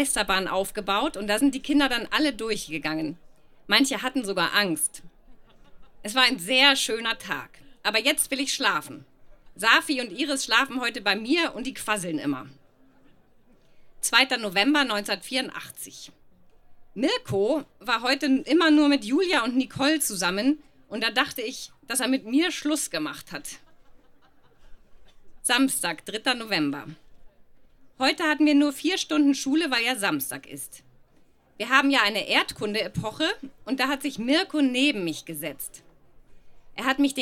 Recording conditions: live audience